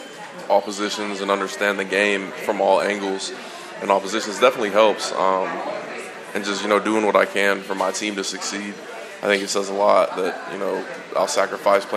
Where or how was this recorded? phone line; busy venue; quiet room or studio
busy venue